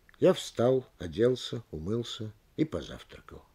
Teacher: Всякое перечисление, так же как и счет, требует на каждом понятии или слове самостоятельного ударения.